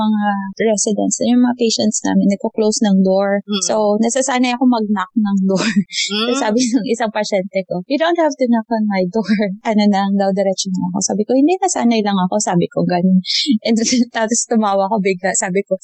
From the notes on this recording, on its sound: The trio experienced some technical difficulty. Apologies in advance for some quality issues about the audio.